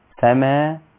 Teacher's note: حرف مد اللي هو الالف سماء وجي بعديها الهمزة في نفس الكلمة. ما ينفعش افصل الهمزة عن حرف المد واقول دي كلمة ودي كلمة. · Term: مد واجب متصل